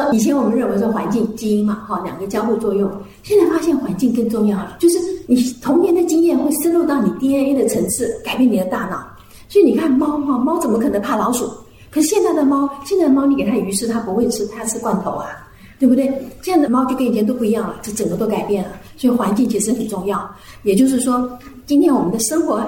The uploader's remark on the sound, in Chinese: 專題講座現場錄音